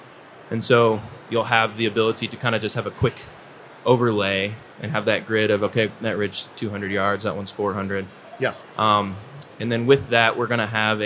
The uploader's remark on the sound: Live from the Pacific Northwest Sportsmen's show.